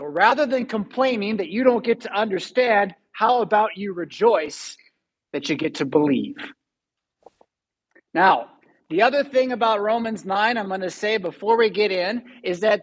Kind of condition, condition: setting, large echoing room